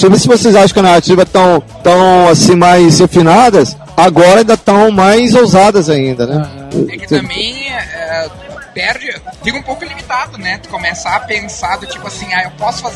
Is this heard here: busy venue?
yes